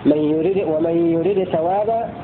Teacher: قرأ بإظهار الدال عند الثاء